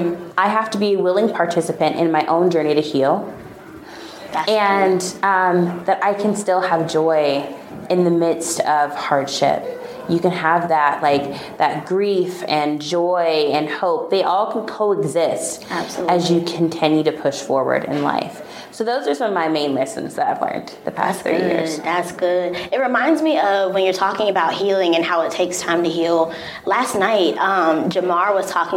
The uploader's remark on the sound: Backstage at Joy and Justice 2023